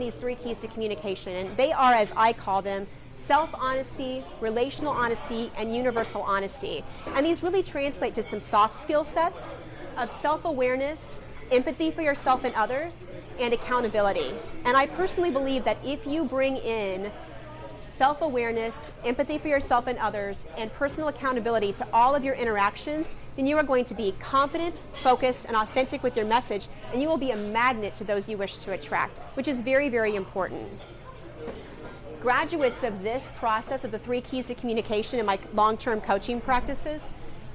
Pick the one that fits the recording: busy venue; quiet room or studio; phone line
busy venue